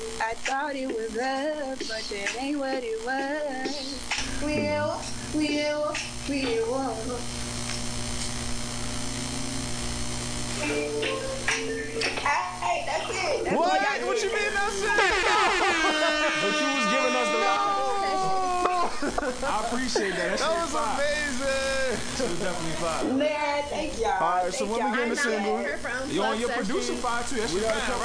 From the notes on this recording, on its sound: We wanted everyone to experience this event so we decided to record it as a podcast!